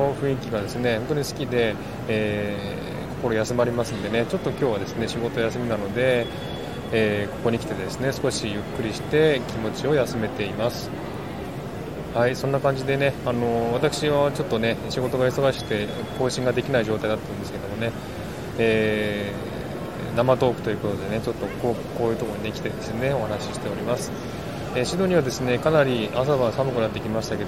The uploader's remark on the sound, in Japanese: At Central Station ステレオ音声。シドニーで一番大きな駅、セントラル駅から生トーク。環境音。